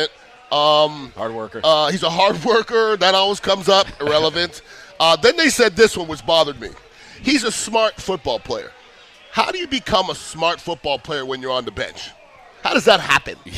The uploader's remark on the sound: live from the St Pete GrandPri